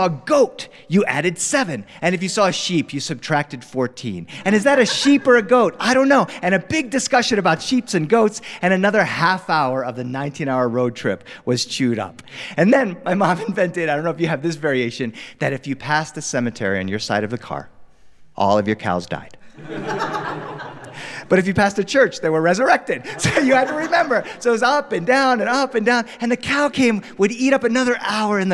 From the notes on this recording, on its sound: joined us with our live studio audience to record these stories